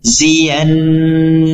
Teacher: nun bertasydid yang dibaca dengan dengung 2-3 harokat · Term: gunna musyaddadah